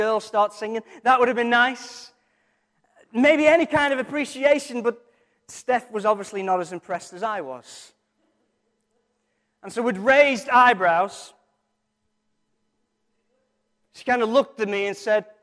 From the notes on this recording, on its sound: Recorded from our Sunday morning service